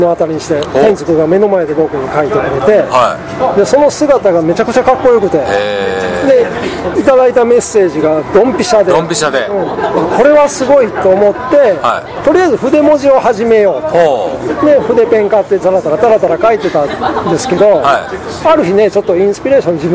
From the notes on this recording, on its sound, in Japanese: 岡山駅前のイオンのスタバにて